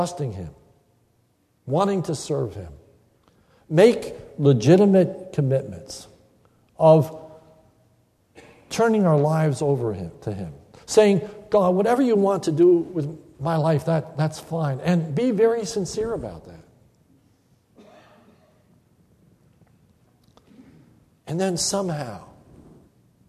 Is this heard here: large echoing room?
yes